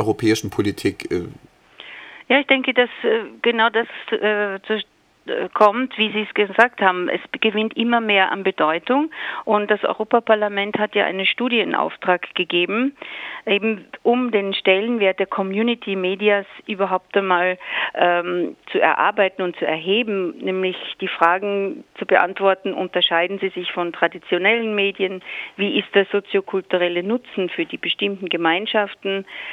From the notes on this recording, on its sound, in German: Radio Corax begrüßte am Telefon eine Frau.